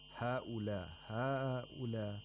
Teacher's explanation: The first mad is mad al-munfasil, the second mad is mad al-muttasil. So you have to lengthen the second mad to at least four vowel counts.